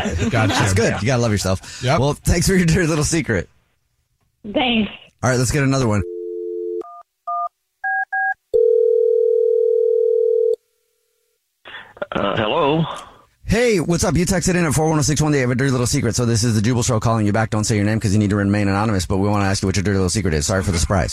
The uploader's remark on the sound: The listener on the phone